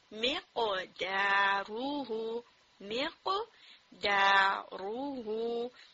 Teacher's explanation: قاف ہیوی ہے، اس کے بعد را ہیوی ہے کیونکہ اس کے اوپر فتح، لیکن دال ہیوی لیٹر نہیں ہے. سو اس جب آپ دال کی ادائیگی کریں تو واپس اپنی جو ٹانگ ہے اس کو بالکل فلیٹ کر لیجئے تاکہ دال ہیوی نہ ہو.